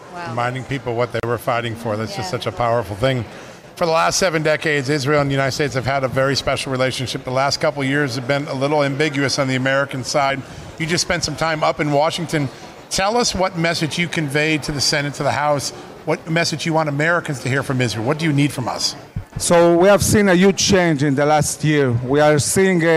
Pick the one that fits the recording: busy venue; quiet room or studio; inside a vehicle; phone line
busy venue